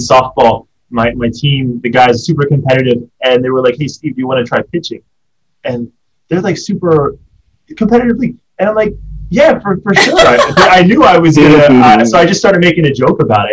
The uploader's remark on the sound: Due to the situation in Hong Kong, we are doing our 1st Zoom meeting.